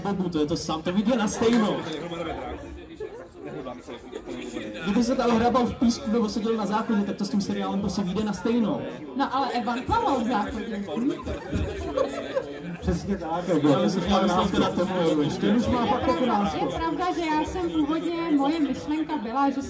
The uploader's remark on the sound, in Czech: který proběhnul před živým publikem na KoprConu 2022